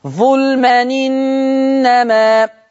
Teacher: هنقل الكسرة بتاعة الهمزة ووديها على التنوين